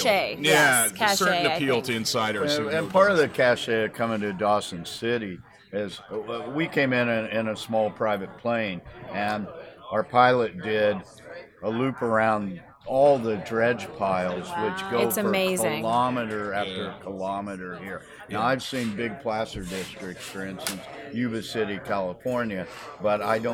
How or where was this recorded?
busy venue